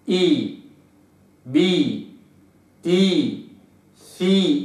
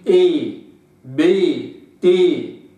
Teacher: في النطق بالمكسور إن أني أستكمل الكسر دون إمالة · Shown in: first take · يعني أقول إي بي تي في هكذا، ما أقولش إي